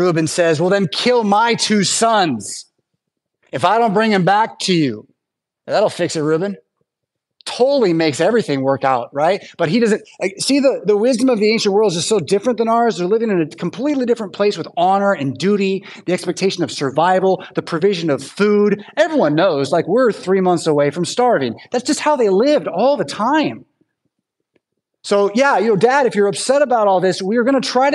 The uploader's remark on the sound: Preached at St Paul Lutheran Church , Rockford, Illinois on Sunday September 3rd, 2023